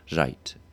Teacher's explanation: you've either got the trill in the front or the approximant right. It may be a bit more like a friction sound, right.